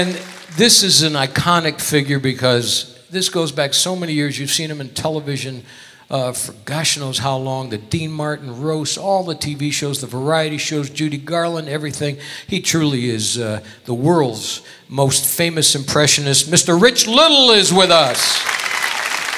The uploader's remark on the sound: Live at the SouthPoint Casino